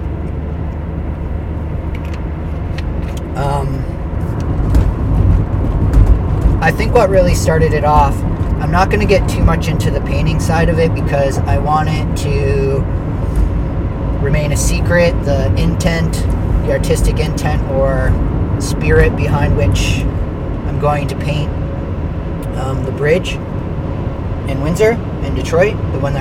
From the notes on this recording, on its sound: On the way to Chatham. First time recording while driving.